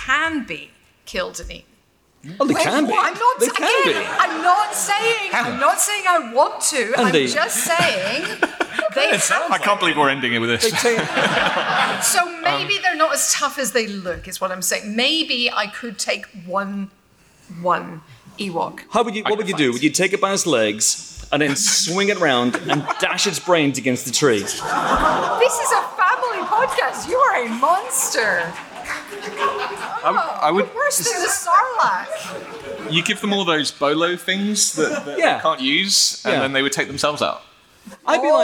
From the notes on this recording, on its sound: The live podcast we recorded a few weeks ago when Star Wars Celebration came to London. Audience questions.